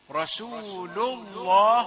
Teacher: لام لفظ الجلالة مفخمة الله تفخم اللام متى بعد فتح أو ضم